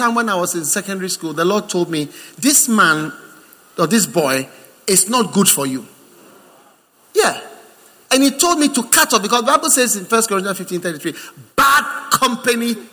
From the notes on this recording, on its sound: Preached at the First Love Center, Accra.